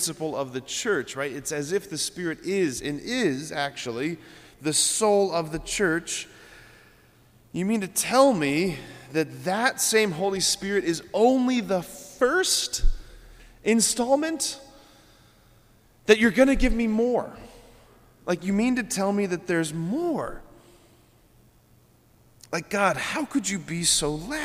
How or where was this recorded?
large echoing room